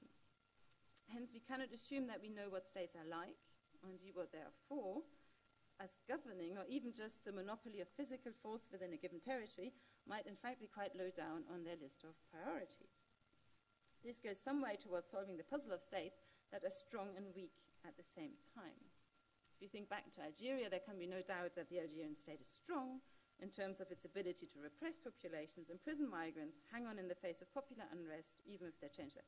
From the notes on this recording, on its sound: This event is the Malinowski Memorial Lecture 2019.